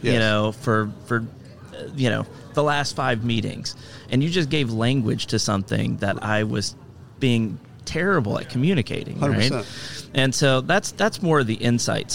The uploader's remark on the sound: Live from SHRM 2022